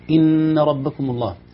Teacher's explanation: إن ربكم الله، هذه نون مشددة حكمها وجوب الغنة، ما ينفع نقول إن ربكم هذه في تجويد، لا ليست، لكن إن زمن نطق النون يطول إلى زمن المد الطبيعي · Term: غنة واجبة